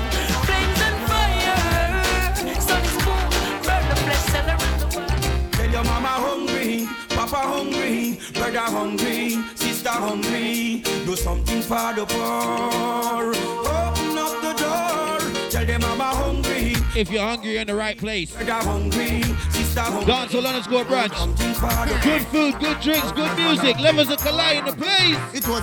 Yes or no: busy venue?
yes